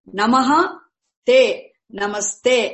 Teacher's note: Because a dental visarga followed by a dental consonant becomes what? It also becomes dental sakara.